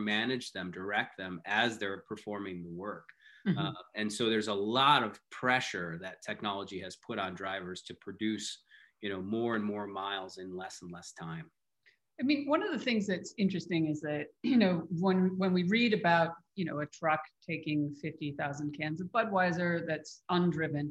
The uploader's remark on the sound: streamed live on Twitter on Tuesday, January 19, 2021